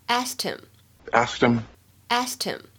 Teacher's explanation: 这里呢，我们注意一下有一个击穿爆破，就是前面这个 t 把后面字母 h 发的这个轻辅音 h 给击穿了。